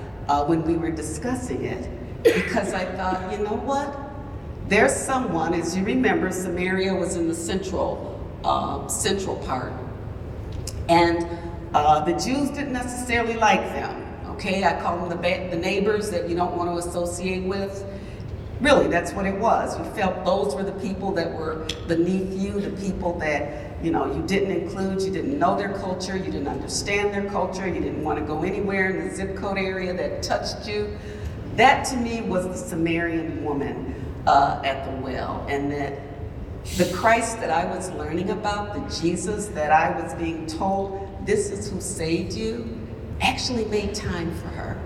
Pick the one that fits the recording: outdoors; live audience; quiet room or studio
live audience